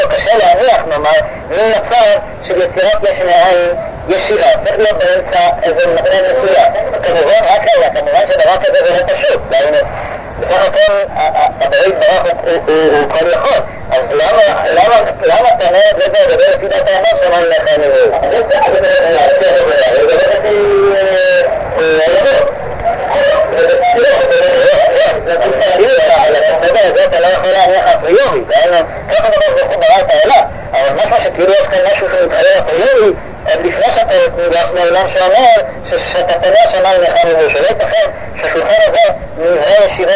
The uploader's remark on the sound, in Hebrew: ההקלטה באיכות נמוכה